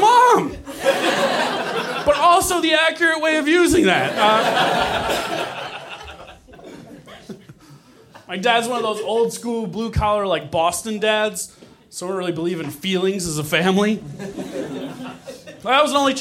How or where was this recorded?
live audience